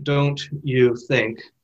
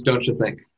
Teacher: the sound of the T of don't changes a little bit in front of the U, the Y sound of U, and becomes the affricate ch · Shown in: second take